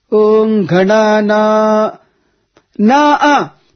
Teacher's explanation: But the second letter, second syllable, Na, goes up twice. · Term: Dirghaswarita